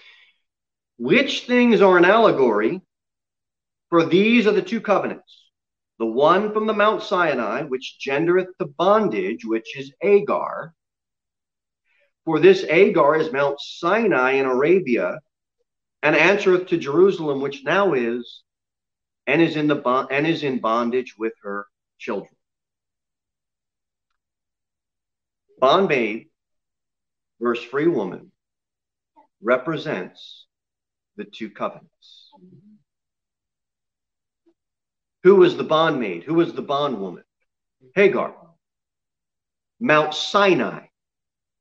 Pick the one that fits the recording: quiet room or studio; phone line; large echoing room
large echoing room